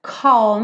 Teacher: Percebe que tem um arzinho nesse C, né? Não é calme, calme.